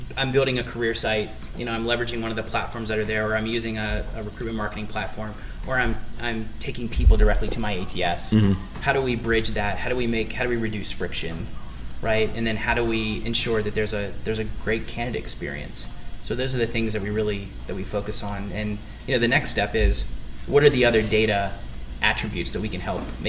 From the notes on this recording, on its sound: Live from SHRM Talent in Las Vegas